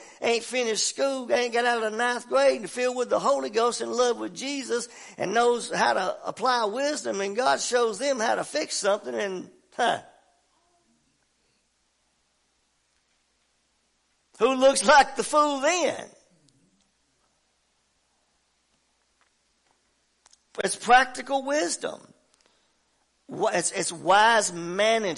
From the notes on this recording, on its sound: WELCOME TO OUR LIVE SERVICE. At Family Worship Center in Athens Tennessee. To stream our music live over the internet.